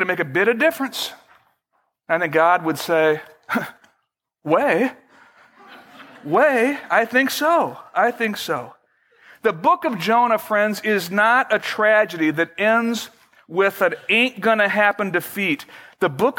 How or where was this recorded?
large echoing room